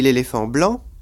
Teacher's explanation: l'accent tonique porte sur la dernière syllabe, toujours de ce groupe de mots et non pas du mot séparé. Alors, c'est-à-dire, je ne vais pas ouvrir un dictionnaire français pour trouver éléphant accentué sur fan. · tout d'un coup, l'accent est passé sur blanc